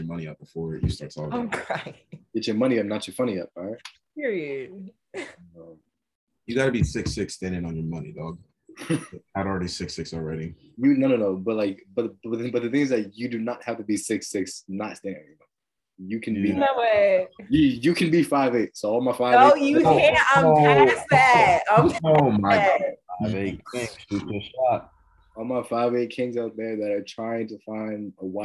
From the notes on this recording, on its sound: 10 pm on Zoom.